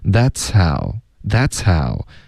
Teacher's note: 的音又听不见了。为什么呢？因为你的送气 That's how 这个你连发过去，大家就只能听到一个嘶的音，所以它不是一个 sow 直接从嘶进入到 ow，也可以听到一点送气。所以写它的实际发音的时候呢，我有时候会别扭，因为我是唯一会写实际发音的老师，可是就是大家就别只光看音标，这个时候呢你要靠 feel，你要靠感觉。OK，这里呢 that's 的这个呲的音呢后面会带一点送气的感觉，接着这个嘶的音，然后再进入到 ow，大家听一下。OK， tow that's how tow OK that'show，这个 H 的音有一点被前面的呲的音盖住了，不太能听出来，可是还在，因为你一直在连发连读，在连贯的一致的送气出来。 That's how That'show，有没有听到一个 H 的音？有听到，我是能听到的，你也能，有一个，有、这个、对